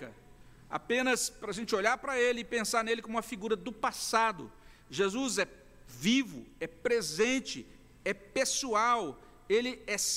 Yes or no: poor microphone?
no